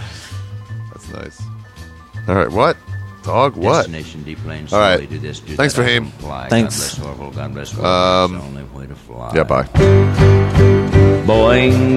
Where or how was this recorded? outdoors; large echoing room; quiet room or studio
outdoors